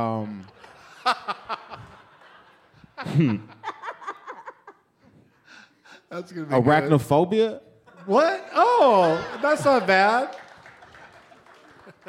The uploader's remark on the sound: Live from Hilarities in Cleveland